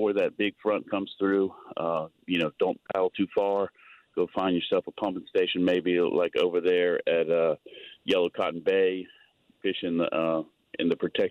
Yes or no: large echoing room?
no